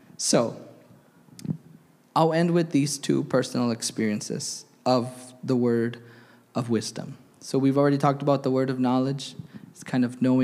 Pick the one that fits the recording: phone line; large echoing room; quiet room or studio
large echoing room